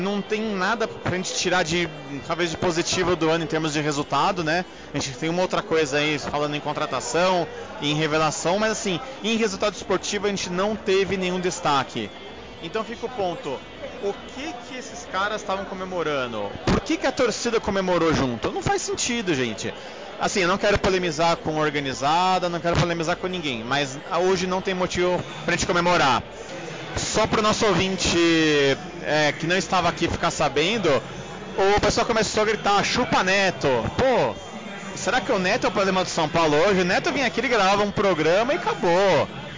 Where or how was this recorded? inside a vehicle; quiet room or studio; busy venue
busy venue